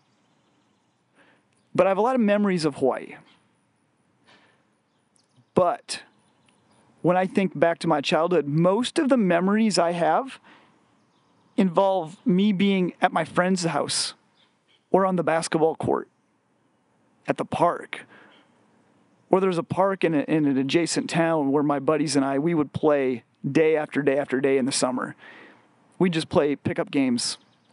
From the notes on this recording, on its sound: Recorded while on a family camping trip in the Black Hills of South Dakota.